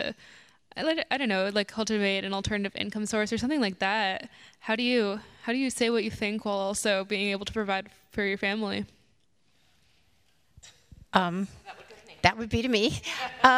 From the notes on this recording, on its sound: LIVE! Smoke 'Em Does Dallas. It was 15 minutes before sound check when my daughter and I decided to scoot around Old Parkland for a few minutes. Maybe 15 people, all dudes, in button-down shirts but not fancy. We brought our cocktails with us for sound check.